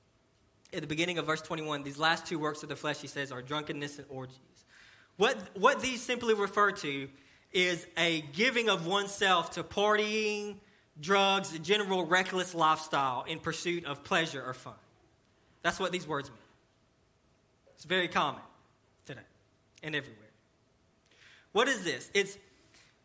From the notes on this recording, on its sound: sermon delivered to Cottondale Baptist Church in Eastman, GA during the 11:00am service on 6/10/18